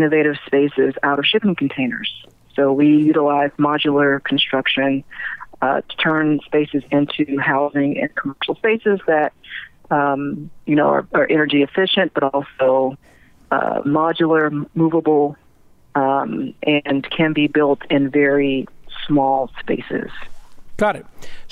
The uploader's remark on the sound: Call-In